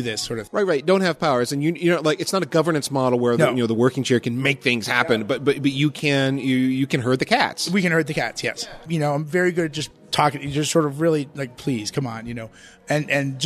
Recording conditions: busy venue